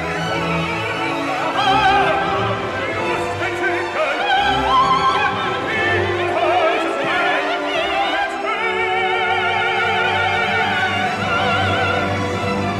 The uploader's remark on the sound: Winter Lecture at the British Museum